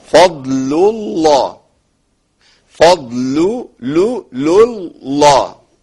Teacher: وعندي الثلاث لامات اللام الاولى مرققه والاثنين التانيين مفخمين. فضل الله، فضل الله، يبقى اجيب لامين مفخمين اللي هم بتوع اسم الجلاله، وكلمه اللام في فضل.